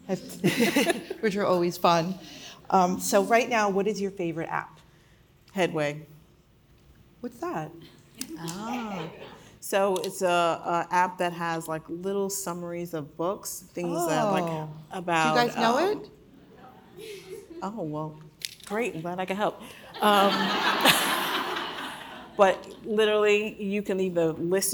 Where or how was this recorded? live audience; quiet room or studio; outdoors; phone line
live audience